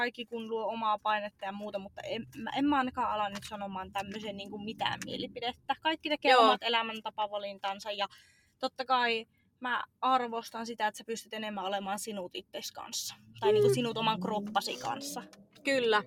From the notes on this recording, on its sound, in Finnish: Ettei jaksosta spesiaali puutu on tämä äänitetty autossa.